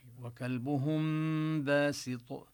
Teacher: وكلبهم باسط، من الهاء المضمومة ننتقل إلى حرف الباء، لكن الباء والميم من نفس المخرج من الشفتين، فلا يعني لا داعي لإبقاء الفرجة بين الشفتين · Term: الإخفاء